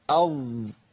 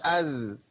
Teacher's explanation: منعت صفه الاطباق لان الذال ما فيهاش اطباق · Shown in: second take